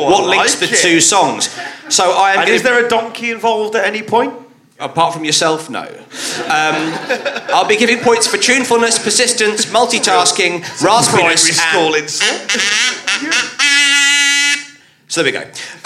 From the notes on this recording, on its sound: at the Leicester Comedy Festival for a kettle-themed show